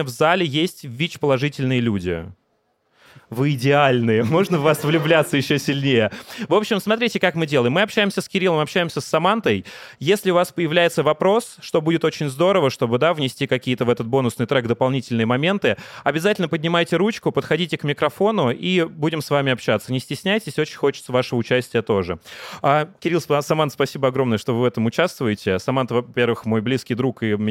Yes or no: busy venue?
yes